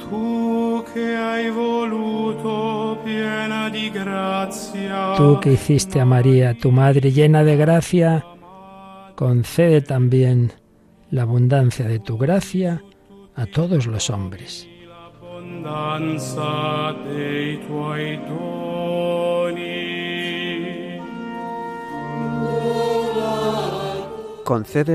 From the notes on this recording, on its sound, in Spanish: Radio María ofrece en directo la solemne ceremonia de Te Deum de acción de gracias por el año que finaliza. Tiene lugar en la Basílica de San Pedro.